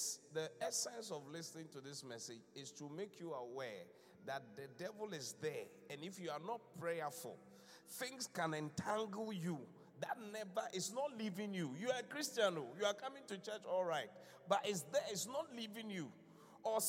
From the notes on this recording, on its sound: Preached at The Qodesh